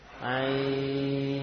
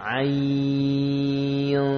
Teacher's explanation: Jadi ai ya-nya dipanjangkan dulu 4 atau 6 harokat. Ai setelah panjang baru ketemu nun yang disamarkan. Ai. Ya, jadi tidak dari awal sudah menyamarkan nun. · Term: ikhfa